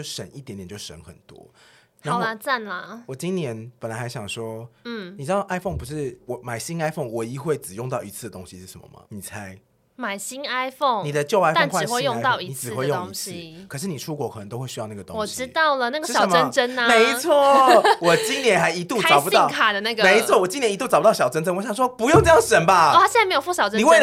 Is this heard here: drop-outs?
no